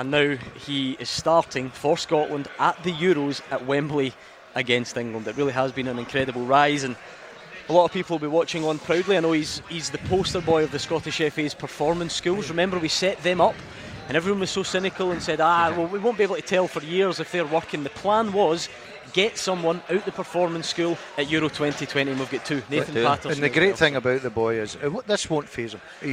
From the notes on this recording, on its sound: live from Scotland HQ at Drygate Brewery